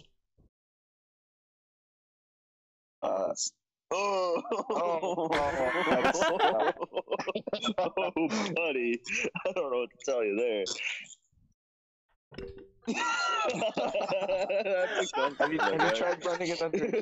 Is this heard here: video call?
yes